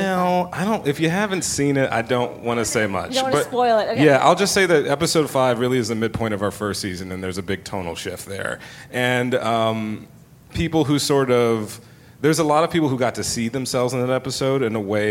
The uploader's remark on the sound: Recorded at ATX Television Festival